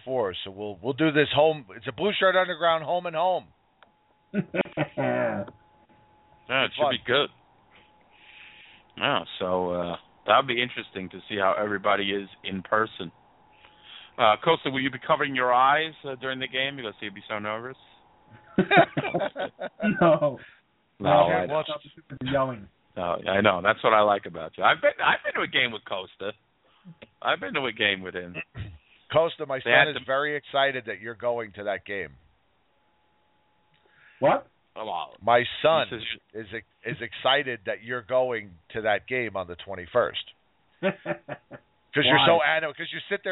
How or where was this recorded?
phone line